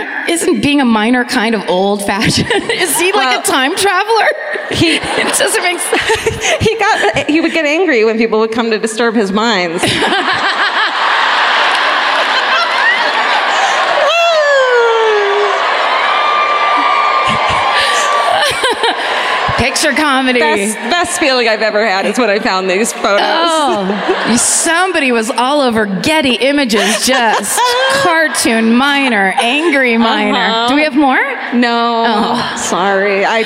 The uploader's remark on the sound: Live at the Bellco Theatre in Denver.